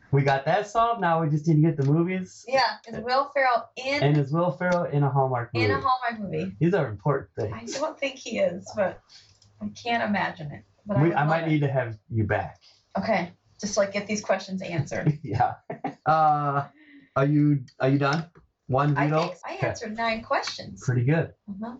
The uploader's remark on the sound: I am really bummed that the audio quality is bad on this!